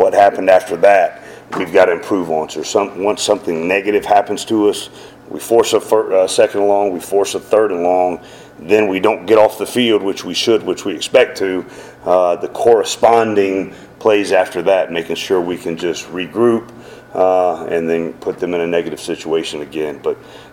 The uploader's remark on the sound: postgame press conference